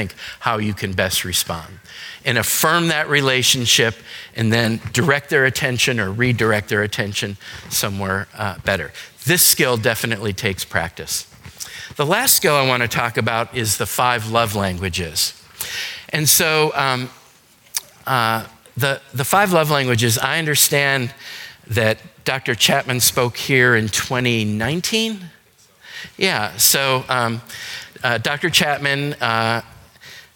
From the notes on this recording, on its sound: Today's podcast is a session recorded from our Alzheimer's and Dementia seminar held here at McGregor Baptist Church.